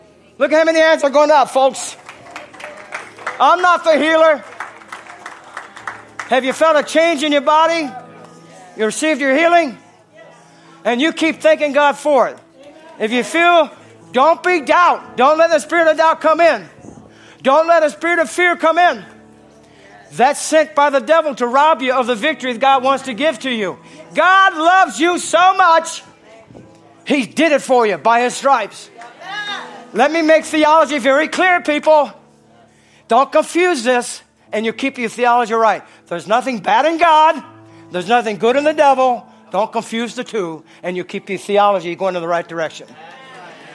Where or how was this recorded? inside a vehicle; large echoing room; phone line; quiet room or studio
large echoing room